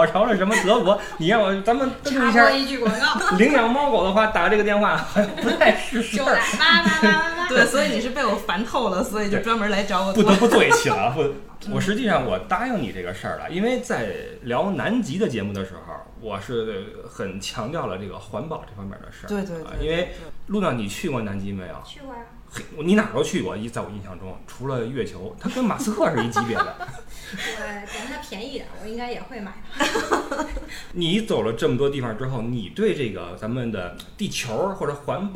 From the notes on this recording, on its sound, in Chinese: 小破话筒难以支持多人录音，本期音质堪忧，望谅解。